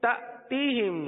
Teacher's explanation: حمزہ ساکنہ پر جھٹکا دیں گے